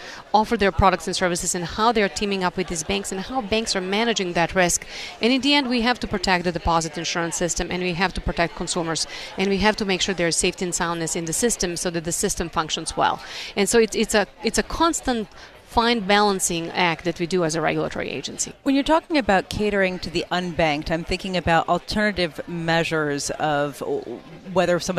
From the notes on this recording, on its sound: Broadcasting live from the Federal Reserve Bank of Boston for the opening day of Boston FinTech Week 2019, powered by FinTech Sandbox.